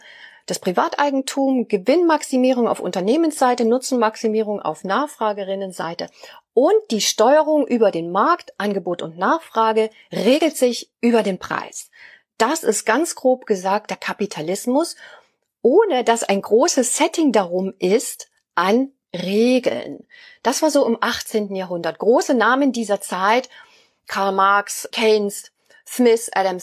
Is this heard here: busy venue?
no